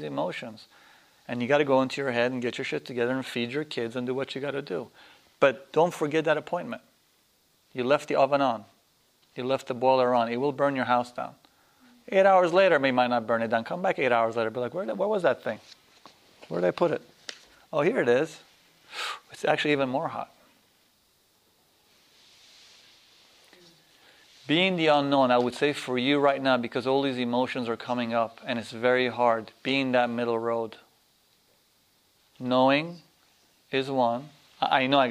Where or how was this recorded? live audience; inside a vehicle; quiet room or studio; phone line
live audience